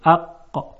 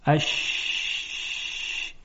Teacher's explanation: ما در حرف قاف صدا رو قطع میکردیم، اق، یک لحظه، اما در شین میبینیم که صدا ادامه داره